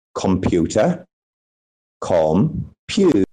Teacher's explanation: we stress the second syllable, right? Goes a little bit high.